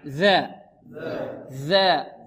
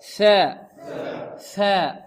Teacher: إذن الذال مجهورة والثاء ماذا؟ مهموسة